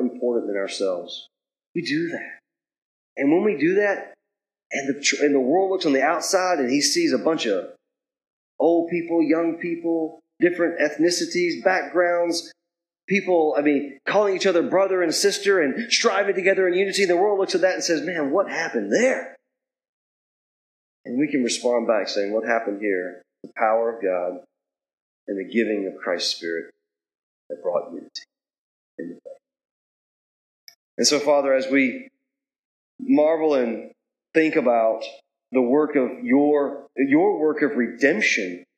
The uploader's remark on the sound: Please excuse the poor audio quality.